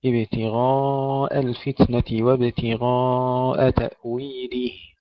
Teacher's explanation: ننتبه إلى ترقيق الهمزة بعد تفخيم الغين والألف، ابتغاء الفتنة وابتغاء تأويله، تأويله، تحقيق كسر اللام، ولا نقول تأويله، تأويله، تحقيق الكسر.